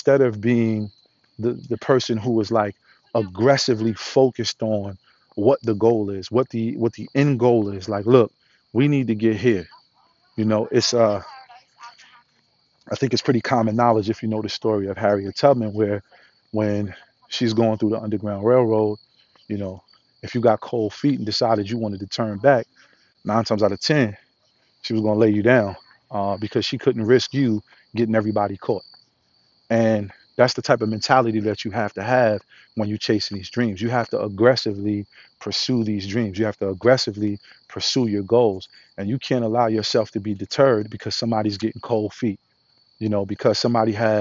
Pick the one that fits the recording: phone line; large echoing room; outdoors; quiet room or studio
outdoors